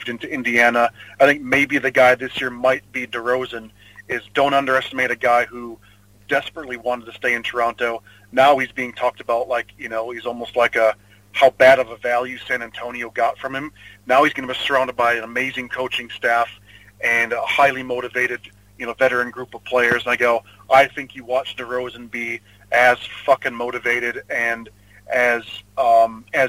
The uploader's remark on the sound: evening commute home through the streets of Sydney